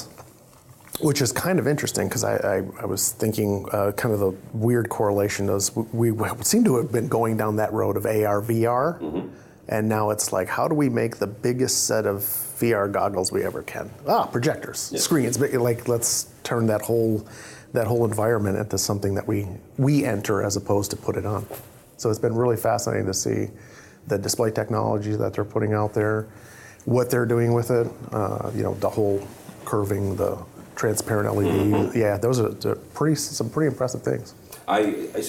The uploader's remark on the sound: Live From ISE 2024. We are live and in-person for this week's show in Barcelona.